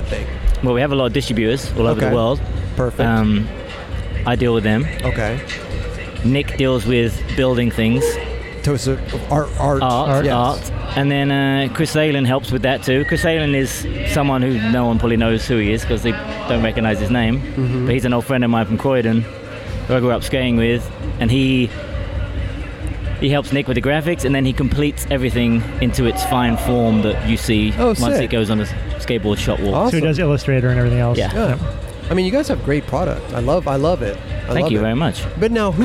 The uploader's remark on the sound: We were on location at the Adidas Skate Copa Court in Los Angeles.